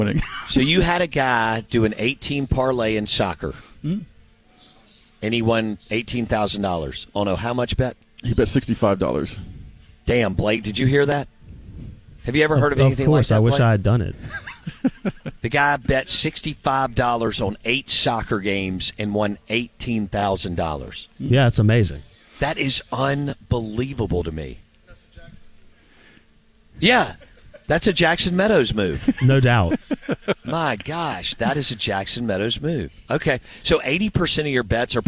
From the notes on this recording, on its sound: live from the mobile BankPlus Studio at the Golden Moon Casino